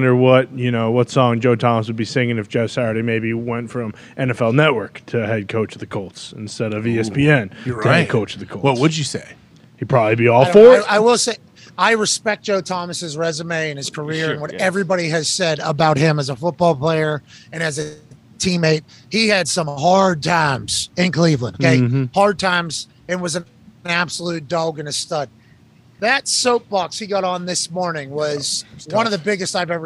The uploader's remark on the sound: LIVE From The ThunderDome. LIVE from Austin, Texas from the GameDay set in the middle of some terrible weather.